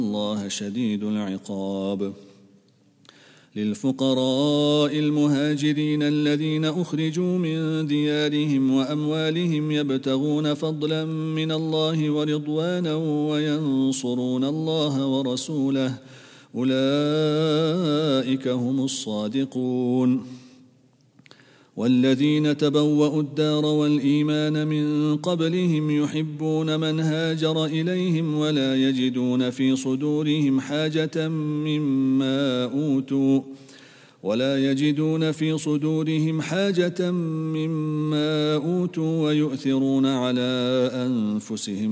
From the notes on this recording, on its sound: At the Houghton Masjid (West Street).